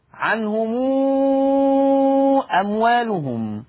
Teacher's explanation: قرأ ورش بصلة ميم الجمع بمقدار ست حركات